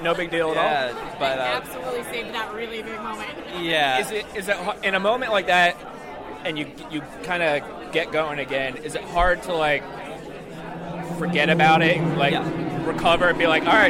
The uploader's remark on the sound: Acura Grand Prix of Long Beach Media Bullpen. The media bullpen was RIGHT next to the track, so the audio is a bit rough at points.